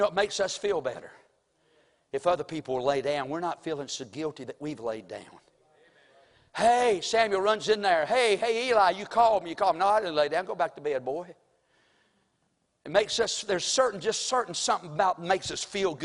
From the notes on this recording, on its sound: Sunday morning service preaching from the pulpit of Woodland Baptist Church – Winston Salem, NC.